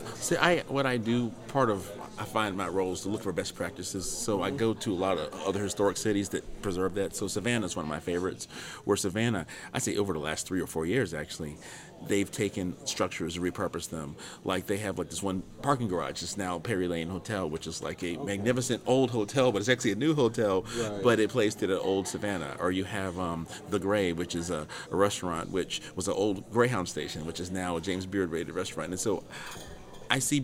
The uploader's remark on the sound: took place at the Preservation on Main Street Conference in Deland, Florida, on July 28, 2022.